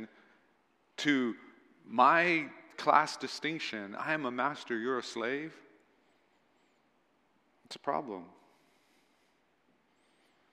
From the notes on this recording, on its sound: at Waialae Baptist Church